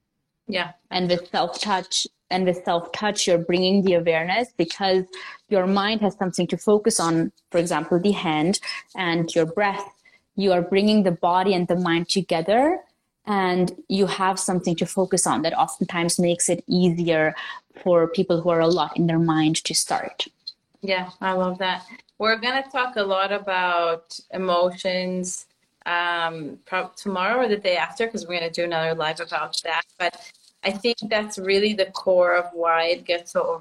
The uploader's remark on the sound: This episode is an IG Live turned into Podcast.